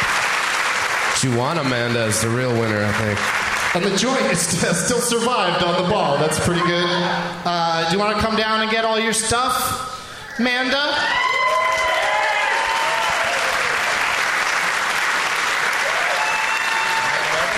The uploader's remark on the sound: Live from the Woman's Club of Minneapolis